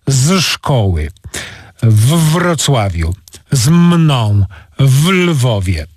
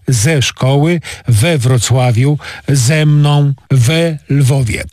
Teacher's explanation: Powstają więc formy ze szkoły, we Wrocławiu, ze mną, we Lwowie. Językoznawcy nazywają takie e samogłoską wstawną lub epentetyczną. · Shown in: second take